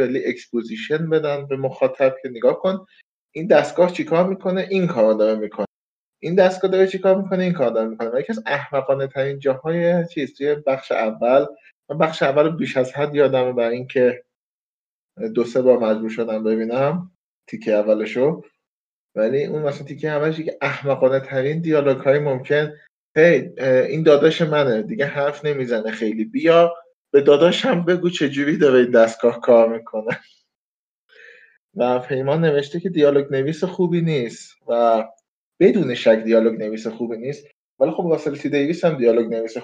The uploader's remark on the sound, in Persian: پادکست هووین فارسی را به علت شیوع ویروس کرونا به صورت آنلاین ضبط کردیم